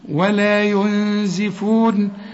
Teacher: نون بدون تشكيل بعدها الزن، والزن من حروف الإخفاء في غنة